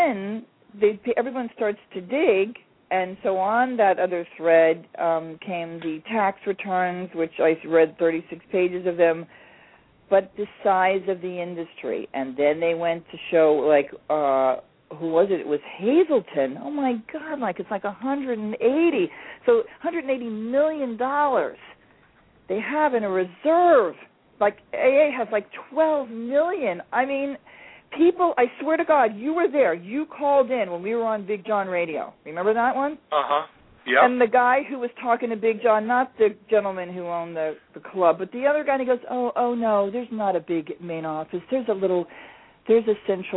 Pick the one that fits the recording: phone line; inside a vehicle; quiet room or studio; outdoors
phone line